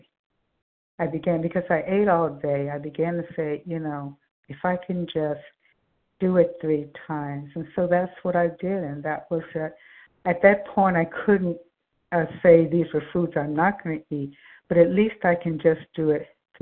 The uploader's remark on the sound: 100 Pounders Phone Meeting